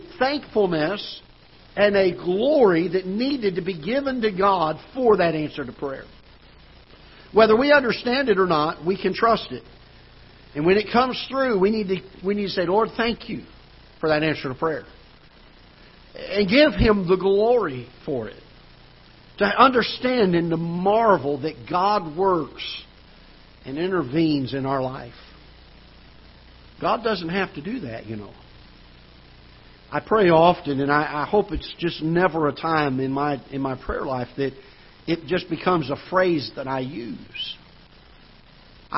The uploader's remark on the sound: Ketha Heights Baptist Church ~ Live Broadcast